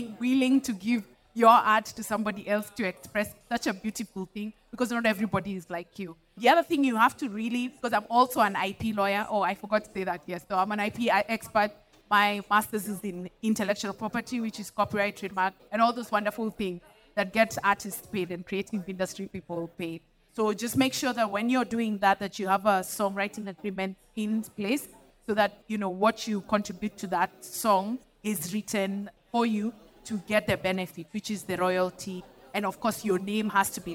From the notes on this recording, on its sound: VIP ACCESS Podcast first pop-up event attracted young up and coming artists and PR professionals, who joined an open Q&A session. This was the second conversation recorded at VIP ACCESS Podcast's first live recording event (Dec 3 2023).